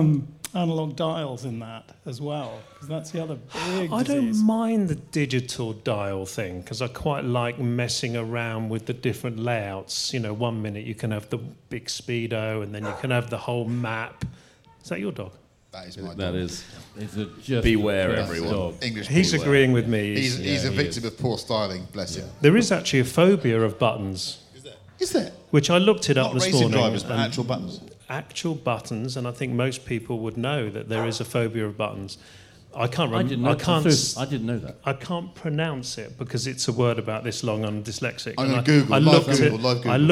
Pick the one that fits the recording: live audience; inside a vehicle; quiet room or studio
live audience